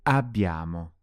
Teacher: Remember to make the double B nice and long.